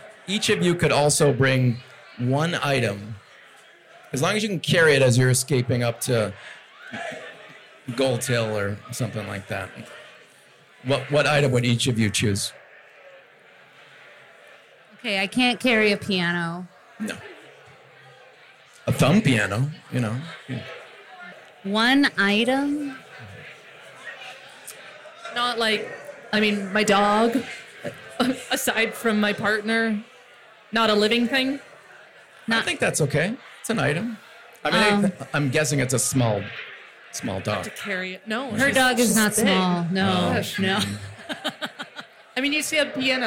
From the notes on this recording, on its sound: Recorded live at Number Thirty Eight in Denver.